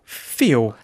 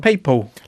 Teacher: L's on the ends of words, what we call terminal L's because they happen at the ends of words, they actually become rounded to an U sound.